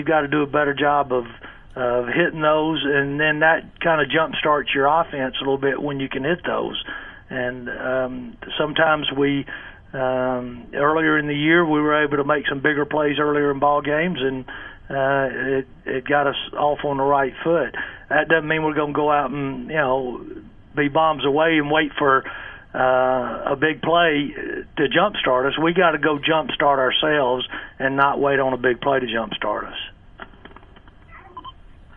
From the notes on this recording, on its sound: In Conference Call